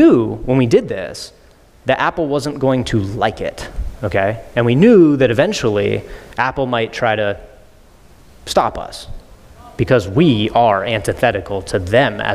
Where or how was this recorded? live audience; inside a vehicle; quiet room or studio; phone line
live audience